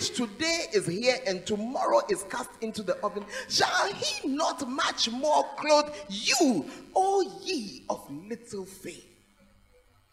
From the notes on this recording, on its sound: Preached At The Fountain Of Life Cathedral